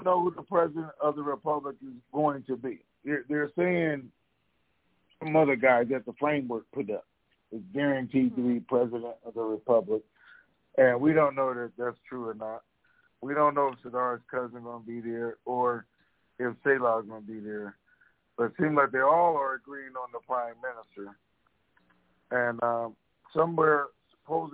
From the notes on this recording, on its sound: TNTSuperfantastic Conference Call